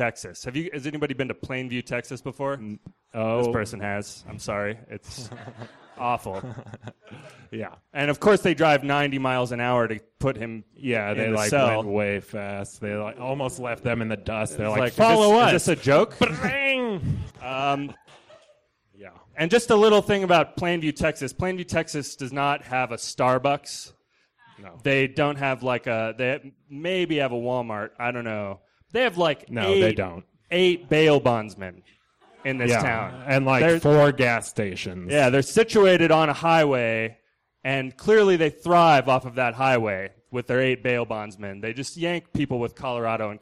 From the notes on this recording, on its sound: These stories were recorded at The Deer Pile on July 18th, 2013 by our good friends at The Denver Diatribe .